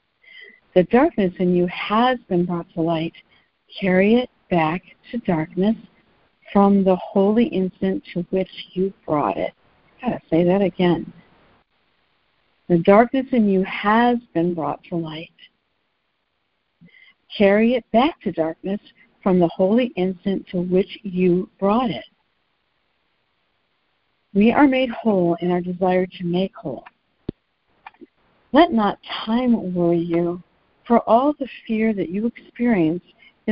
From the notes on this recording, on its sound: ACIM Daily Conference Call